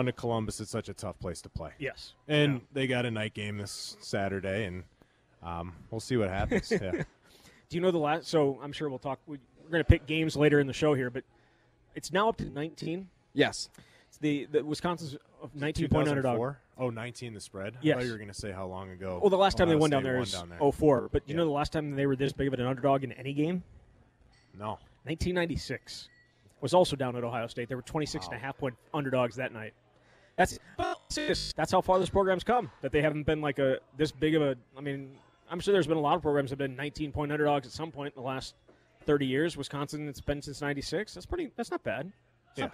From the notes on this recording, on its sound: live from Monk's Bar and Grill in Sun Praire